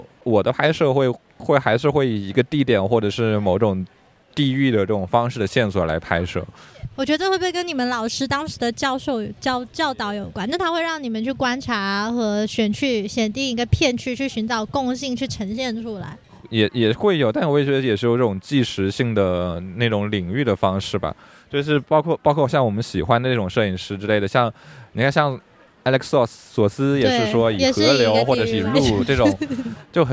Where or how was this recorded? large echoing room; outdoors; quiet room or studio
outdoors